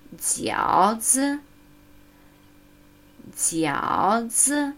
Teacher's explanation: Unsere stille Silbe erhält nach dem dritten Ton natürlich den ersten Höhenton.